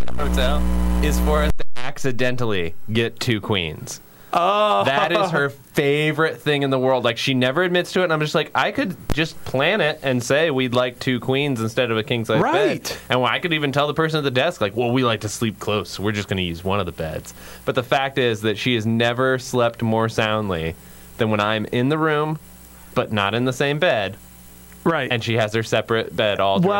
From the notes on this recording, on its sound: When we went back to listen to the recording, a terrible terrible hum-noise popped up that we did not notice, and the audio was basically unusable for broadcast. I went in and cleaned up the noise as best as I could. The result of cleaning up the noise means that large chunks of this show sound like we're doing from inside a cave at the bottom of a well in the middle of space.